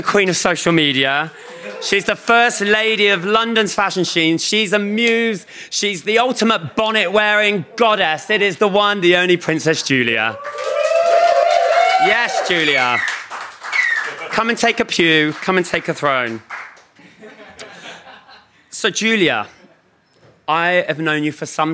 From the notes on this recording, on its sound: In celebration of Pride in London. Hosts a special live episode of We Can Be Heroes from Shoreditch House.